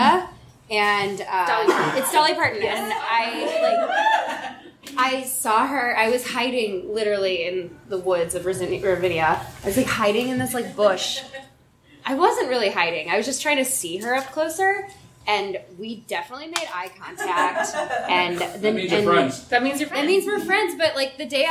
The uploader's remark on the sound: our very first recording in our new home, the Beat Kitchen